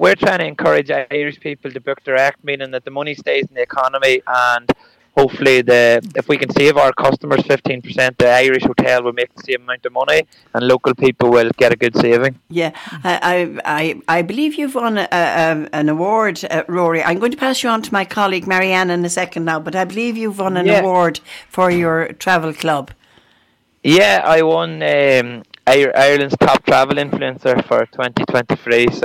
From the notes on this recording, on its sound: Are joined on the phone. Who is currently on tour with a group in Clonakilty. Live from the SBCR studio.